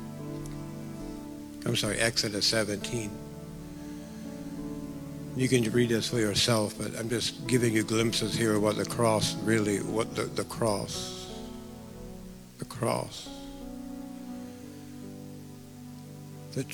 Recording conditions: large echoing room